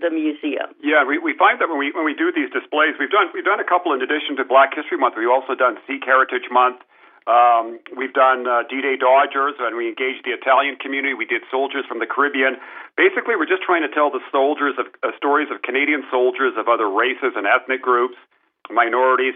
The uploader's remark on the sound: speaks to Artslink on the phone